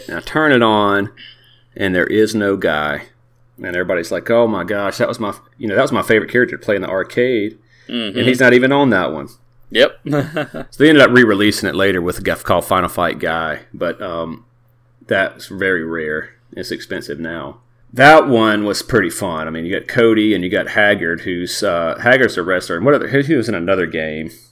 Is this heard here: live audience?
no